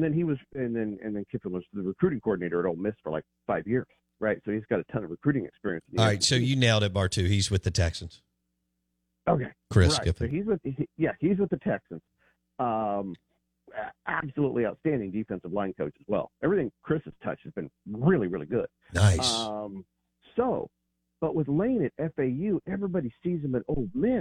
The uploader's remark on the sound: Joins the show on the Farm Bureau guest line talking bout the best graded coaches live in the BankPlus Studio.